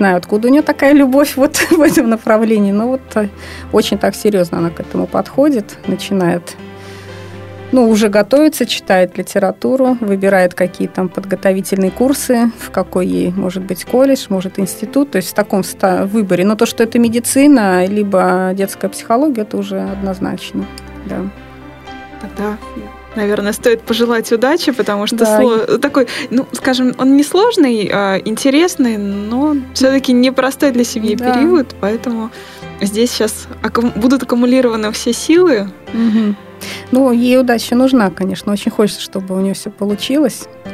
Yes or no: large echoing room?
no